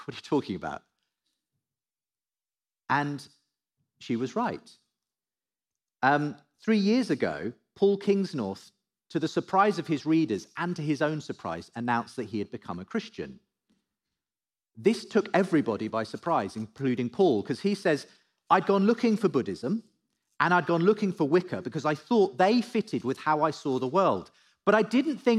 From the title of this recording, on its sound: Live at The Story Church